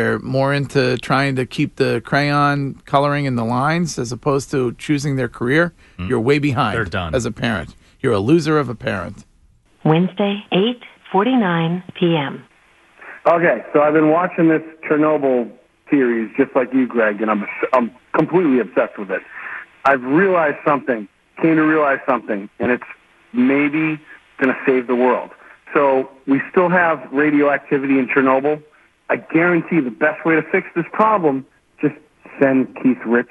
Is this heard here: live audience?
no